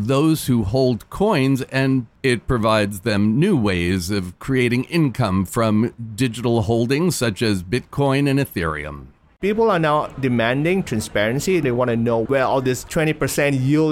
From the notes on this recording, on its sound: LIVE from Singapore Fintech Festival. Today, we have been live at Singapore Fintech Festival.